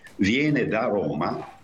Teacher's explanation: Il caso di da, del primo, è molto significativo, perché se io dico viene da Roma, preposizione da, non c'è nessun accento, la preposizione è così dire atona, cioè è priva di accento, si appoggia sulla parola che segue